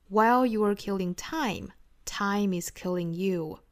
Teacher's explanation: 同样重读的部分呢，落在 time 和 you 这两个词上